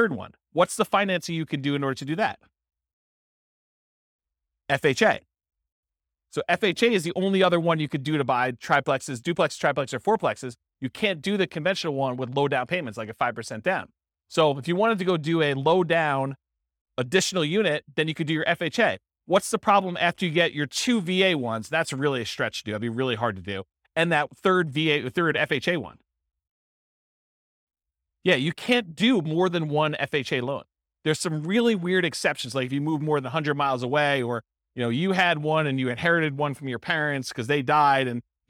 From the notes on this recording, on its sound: This was a live class recorded